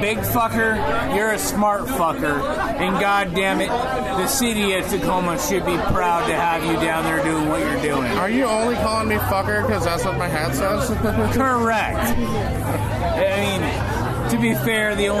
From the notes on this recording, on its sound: This time the guys recorded from Tacoma’s Art on the Ave 2018. Art on the Ave is Tacoma’s largest art based event that celebrates music and arts along 6th Avenue from State St to Alder.